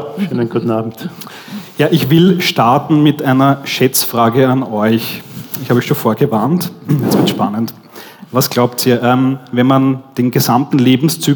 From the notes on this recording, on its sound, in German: Live-Podcast. Im Polestar Store in der Wiener Innenstadt aufgenommen wurde.